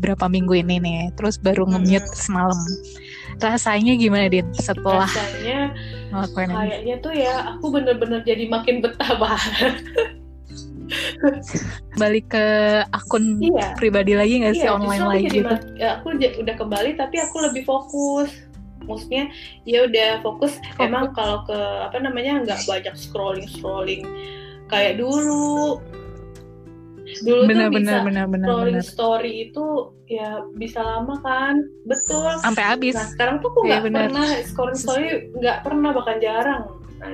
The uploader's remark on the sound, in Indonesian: Podcast ini dibuat dari rumah kita masing-masing, jadi kalau kualitas suara kurang baik mohon dimengerti yaa guys